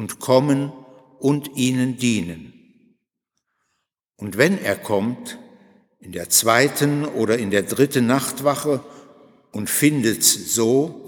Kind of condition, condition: setting, large echoing room